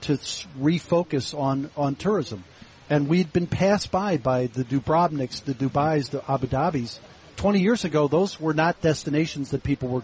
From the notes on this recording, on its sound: Broadcasting live from Elbow Beach Bermuda.